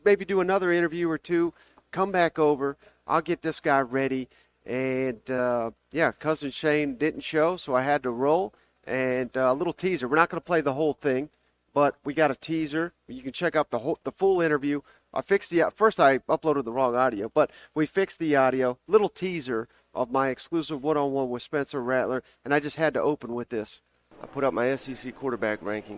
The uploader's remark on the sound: SEC Media Days LIVE! 2023 SEC Media Days live from Nashville.